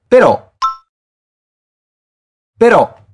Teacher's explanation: Você conseguiu ouvir que tem um acento bem forte no O?